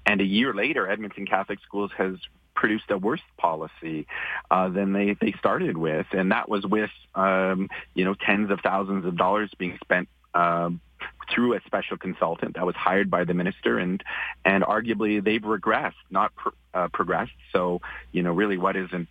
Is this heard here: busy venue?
no